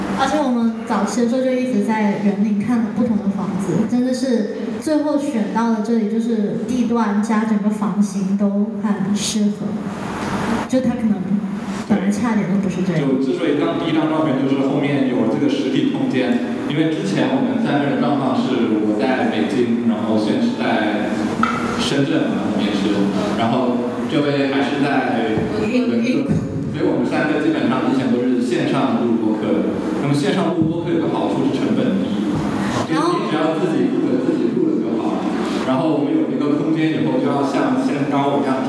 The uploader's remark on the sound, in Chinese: 本期是「园游会」展览的开幕分享会录音